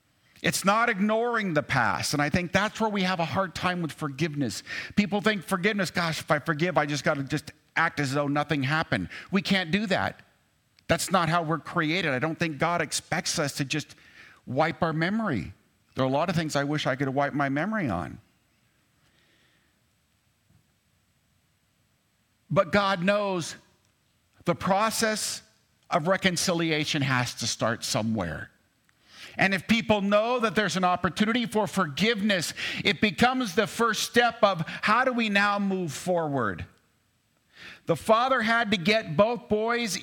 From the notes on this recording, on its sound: preached on 7/9/2023 at Cathedral of the Rockies Amity Campus